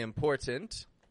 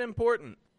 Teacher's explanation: Another word, important. That has two T's. I didn't pronounce either of them. · Shown in: second take · I didn't say important.